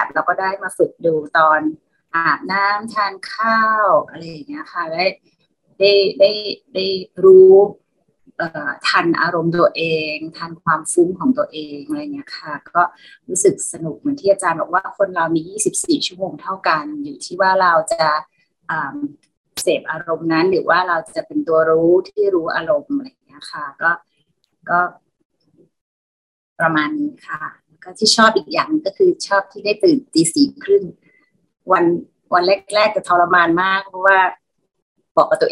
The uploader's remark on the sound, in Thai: เป็น 1 ใน 3 คอร์สออนไลน์ (ผ่านโปรแกรม Zoom).